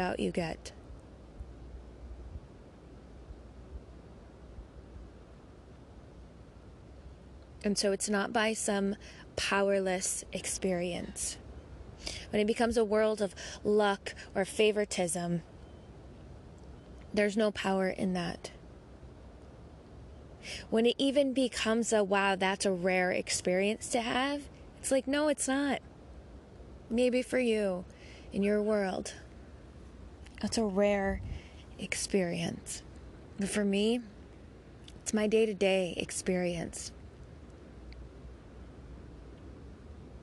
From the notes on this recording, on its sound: Sounds of the Bangalley Headlands.